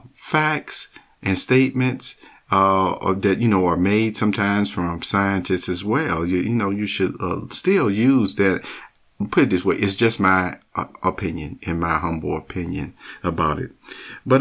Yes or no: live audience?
no